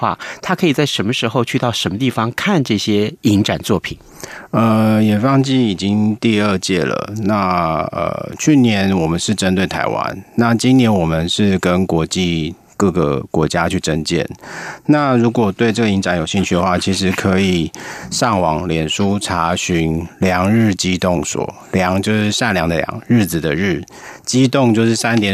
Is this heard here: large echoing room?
no